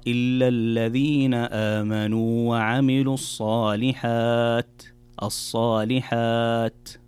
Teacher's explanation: في الصالحات الوقوف على حرف التاء يكون بهمس وليس بقلقلة أو بإطباق التاء فتختفي كأنها تختفي تماما، فتقرأ إلا الذين آمنوا وعملوا الصالحات. · Term: الهمس